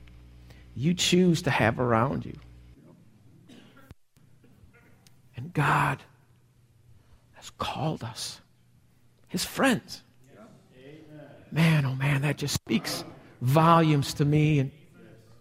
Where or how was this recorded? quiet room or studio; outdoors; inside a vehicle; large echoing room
large echoing room